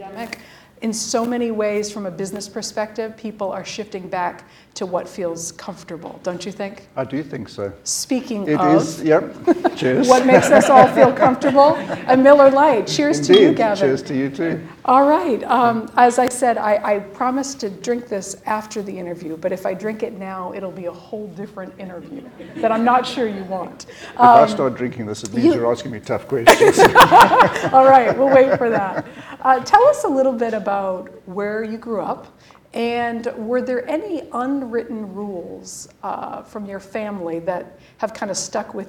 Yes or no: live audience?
yes